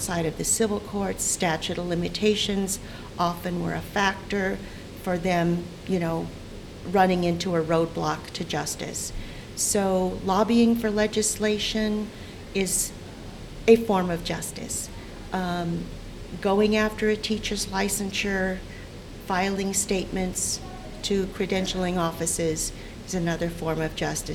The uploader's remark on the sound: This interview is from a recent conference. Called Professional Practices Institute.